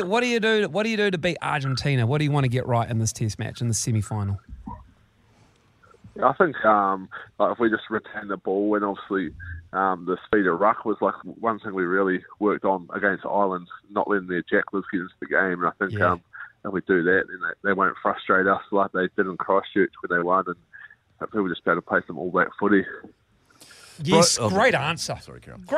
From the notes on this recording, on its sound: on the phone